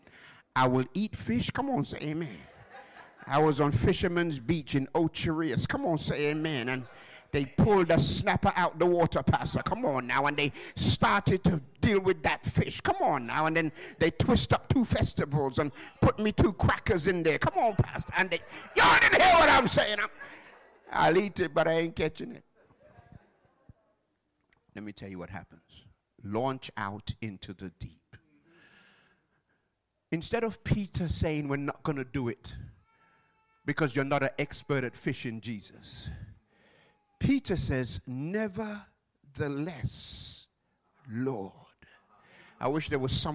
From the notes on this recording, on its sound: Live from Plumstead Community SDA Church.